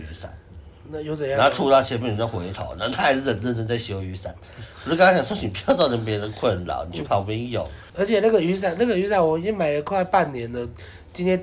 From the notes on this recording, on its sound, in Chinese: 第一次在外面錄音